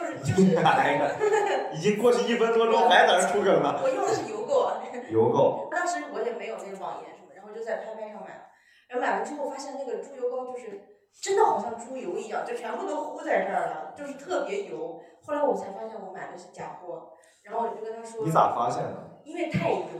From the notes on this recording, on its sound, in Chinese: 最近两期由于场地不熟悉，设备出了问题，只能用备用素材，所以音质稍有问题。